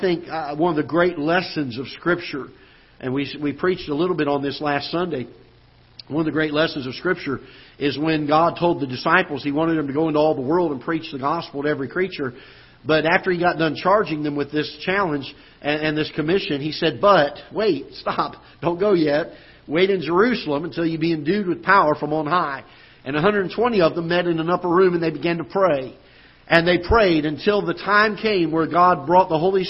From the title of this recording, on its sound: Ketha Heights Baptist Church ~ Live Broadcast